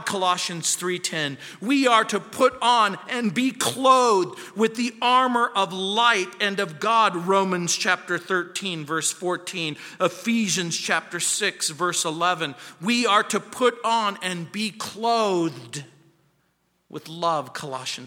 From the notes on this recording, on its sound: at Calvary South Denver in Littleton CO